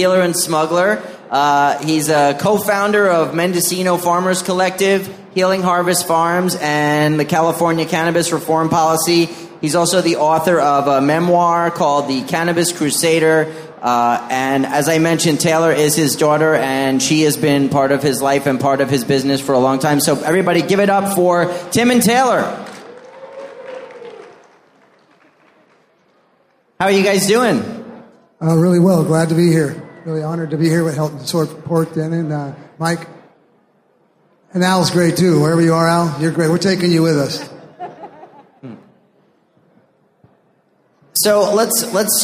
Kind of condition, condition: setting, live audience